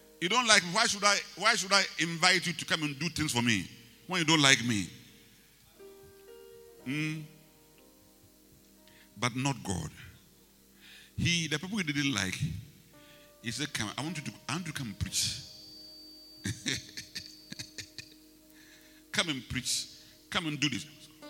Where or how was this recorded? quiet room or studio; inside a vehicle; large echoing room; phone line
large echoing room